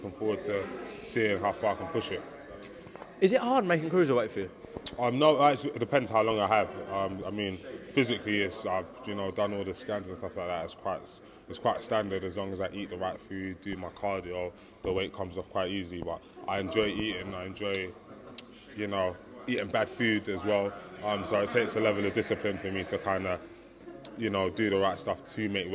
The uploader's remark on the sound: FULL PRESS CONFERENCE | Los Angeles.